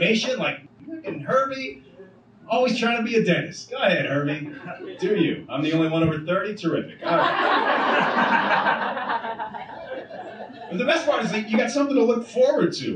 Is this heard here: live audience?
yes